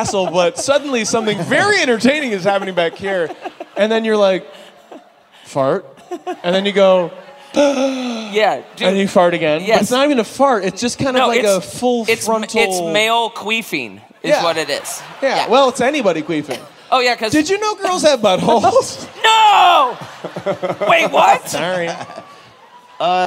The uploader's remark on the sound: Live from San Diego!